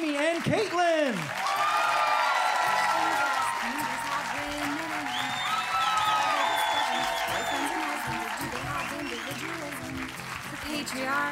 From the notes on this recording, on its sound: Recorded live in Portland at Curious Comedy Theater in February.